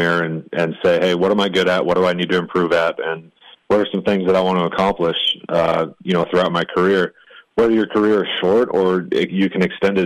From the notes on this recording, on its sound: Catches up by phone.